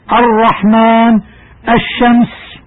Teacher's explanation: همزة ال التعريف تقطع بالفتح تخفيفا